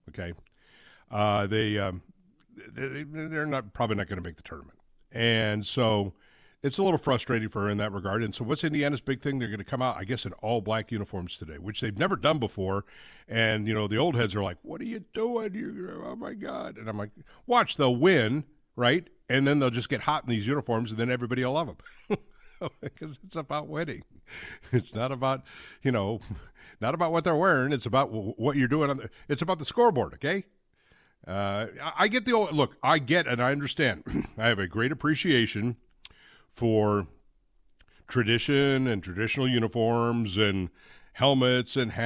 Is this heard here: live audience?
no